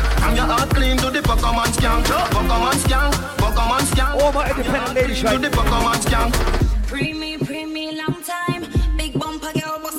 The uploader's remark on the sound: LIVE AUDIO from Island Saturdays